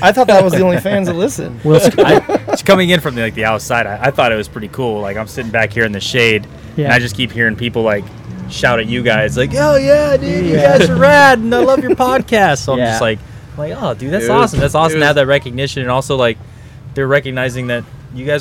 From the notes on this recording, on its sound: On location from Rigs & Brews. I hope you enjoy our first ever on location podcast from Rigs and Brews!!!